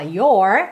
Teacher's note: no inglês americano a gente fala your, com a língua enrolada